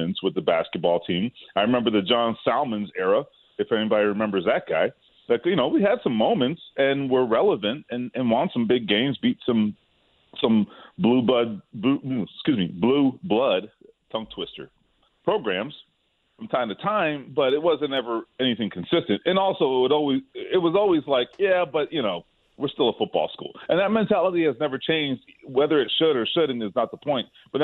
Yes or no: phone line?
yes